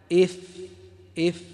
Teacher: باطن الشفة داخل الشفة وليس خارجها، مع الثنايا العليا · Term: الفاء